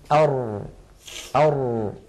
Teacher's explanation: تجد بأن الصوت لم يجري جريان أش أو أس ولكنه لم ينحبس انحباس أق أو أب